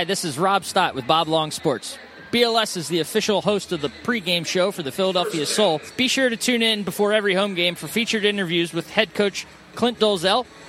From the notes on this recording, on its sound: live at our home away from home, Villa Capri